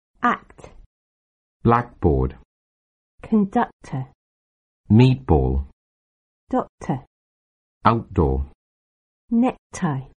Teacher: These are called plosive consonants. When two plosive consonants are next to each other, the first plosive consonant is not pronounced, and there is usually a short pause between them. · Term: Word linking